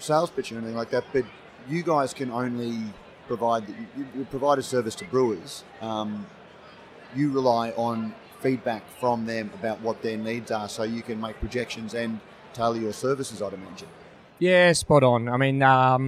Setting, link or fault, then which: setting, busy venue